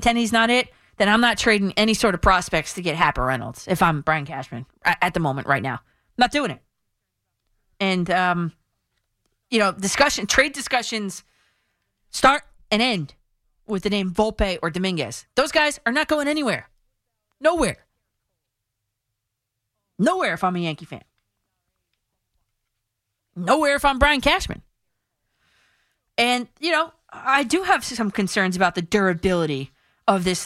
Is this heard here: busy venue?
no